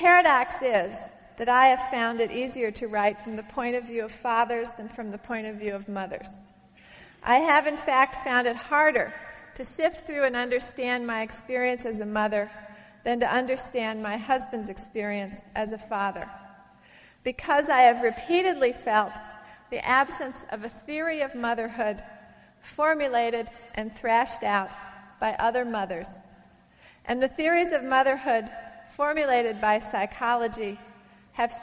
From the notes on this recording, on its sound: from a Portland Arts & Lectures event in 1991